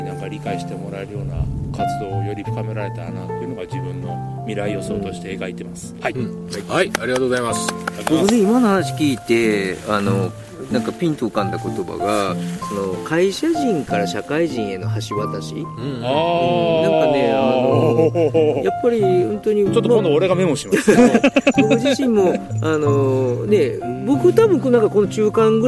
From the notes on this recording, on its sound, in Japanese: 富士山をバッグに３人対談